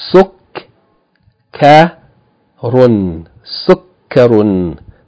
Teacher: the second letter, the kaf, has shedd. So it has to be emphasized, doubled. Okay, it should be pronounced short vowel, followed by shedd with another short vowel, and then tanween.